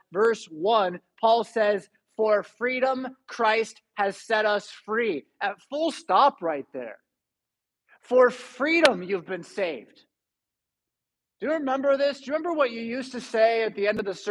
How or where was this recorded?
large echoing room